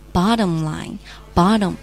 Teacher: 虽然是双 T，但是我们要把它浊化成类似于地灵。Bottom line.Bottom，注意，不是 bottom，是 bottom，有点类似于地灵。Bottom line.